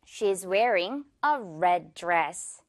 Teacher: red dress, red dress. 이 d 발음은 중간에 한 번만 걸쳐주면 됩니다